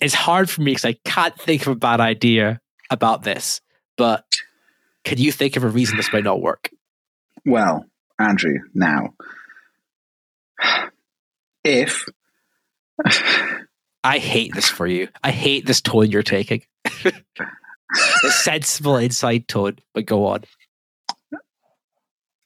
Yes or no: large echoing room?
no